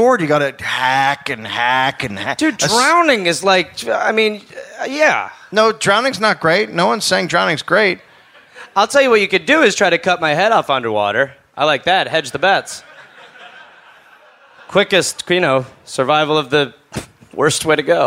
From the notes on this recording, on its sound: Live in Perth, Australia.